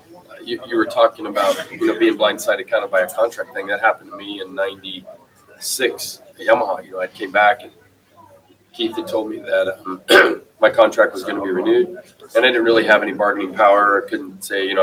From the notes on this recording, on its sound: Tonight's show comes to from interviews done at the Justin Brayton Shootout. At the Shootout at Pole Position Raceway in Grimes, Iowa.